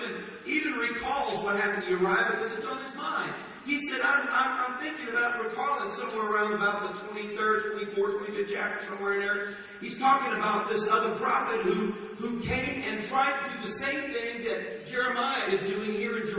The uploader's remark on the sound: Please forgive the poor audio in this recording.